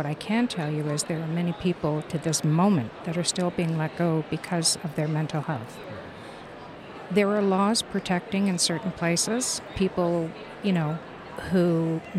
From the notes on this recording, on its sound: Live from buzzing and immersive IMEX 2023 in Las Vegas, USA